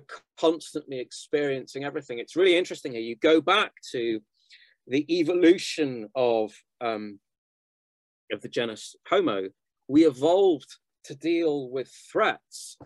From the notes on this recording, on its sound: The seminar took place over Zoom.